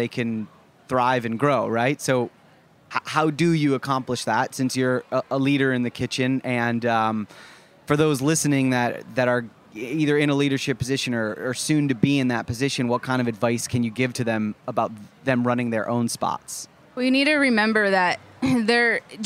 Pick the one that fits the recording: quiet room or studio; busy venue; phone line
busy venue